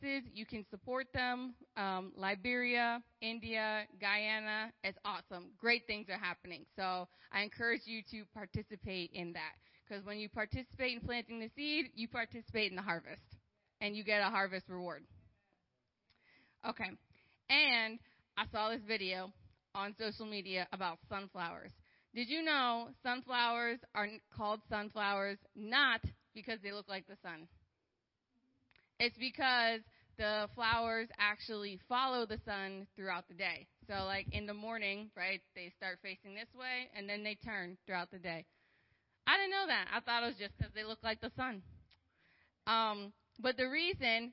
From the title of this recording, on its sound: Wednesday Evening Service